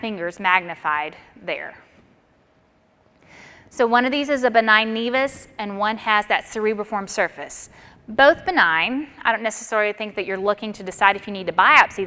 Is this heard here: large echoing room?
yes